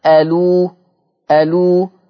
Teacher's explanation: النقل إن أنا هنقل ضمة الهمزة إلى اللام الساكنة قبلها فتبقى ألو · Term: حكم النقل